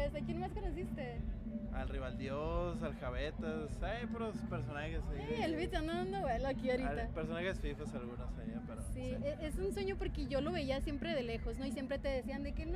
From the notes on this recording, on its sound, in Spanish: Episodio Especial ARRE FESTIVAL. Mi primer evento publico.